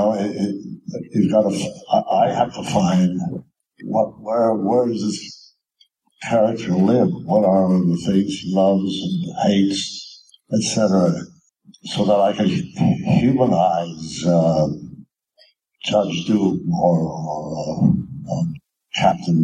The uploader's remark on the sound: May be a little rough around the edges but is, hopefully, still enjoyable.